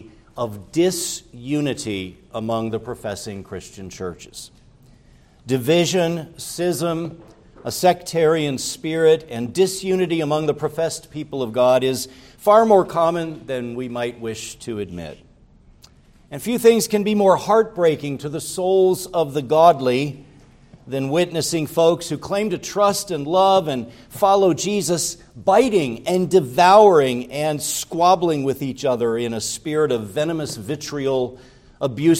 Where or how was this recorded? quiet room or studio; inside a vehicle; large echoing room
large echoing room